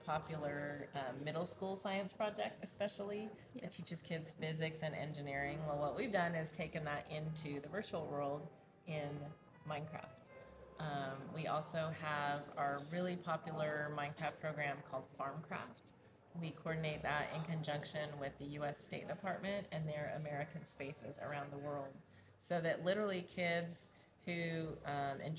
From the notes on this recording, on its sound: hosted LIVE from the EsportsNext 2023 conference